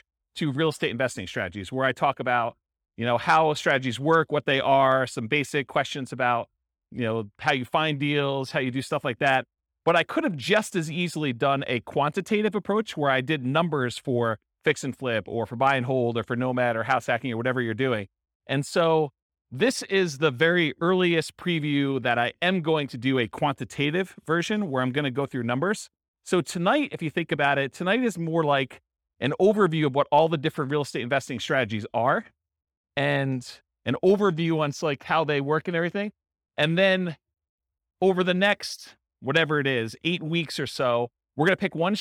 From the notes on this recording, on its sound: This was a live class recorded